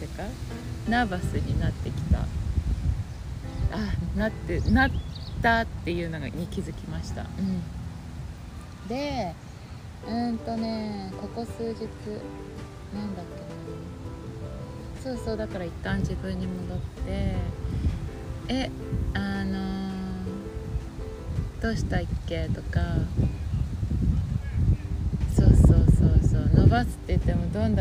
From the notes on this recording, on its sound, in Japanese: 風の音などでお聞き苦しいところがあり、すいません